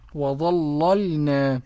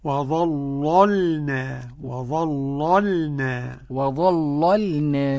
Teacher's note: قرأ ورش بتغليظ اللام الأولى